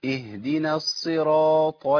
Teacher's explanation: كله عندي مفخم من اول الصاد والراء والطاء، كله مفخم. اجي بعد كده اللام هي المرققه، يبقى ابتدي اعمل هيئه الابتسامه بعد على طول الطاء.